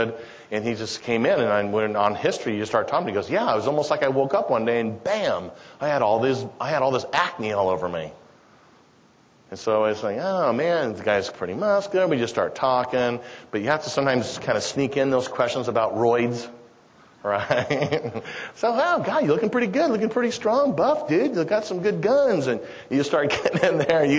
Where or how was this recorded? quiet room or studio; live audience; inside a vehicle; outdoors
live audience